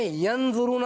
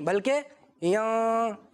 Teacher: اخفا یہ ہوتا ہے اپنے ناک میں آواز چھپانی ہے، آپ نے ین ضرورنا نہیں پڑھنا، نون کو ظاہر نہیں کرنا، چھپانا ہے · Shown in: second take · ۔ آپ نے پڑھنا ین نہیں، بلکہ یاں، چھپا رہا ہوں نا نون کو، دیکھے یاں ضرورنا، یہ ہوتا اخفا۔